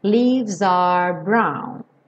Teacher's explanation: Lembra que o E, o último E do leaves não é pronunciado. Então, leaves, do V você já vai direto para o S. E esse S já liga no R.